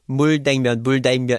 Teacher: So your L continues into the N. 물냉면. So that's your first yeonim pair you have to pay attention to is 니은 리을 or 리을 니은.